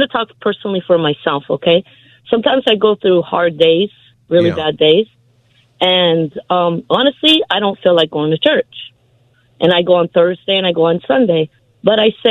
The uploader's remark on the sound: takes your calls on any topic